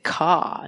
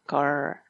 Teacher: en el acento americano, por ejemplo, pues suena retrofleja · Shown in: second take